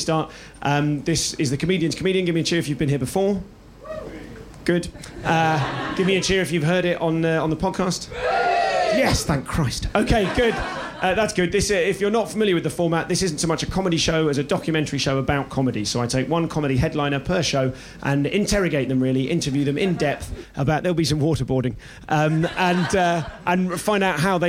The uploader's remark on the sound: In this live show